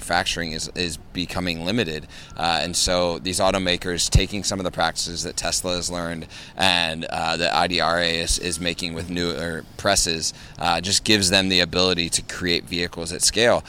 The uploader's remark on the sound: LIVE at the NAMAD Conference in Miami. Live on the ground in Miami Florida for the annual NAMAD Members Meeting.